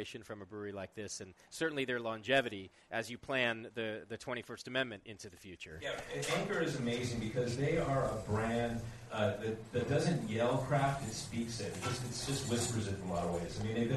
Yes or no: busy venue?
yes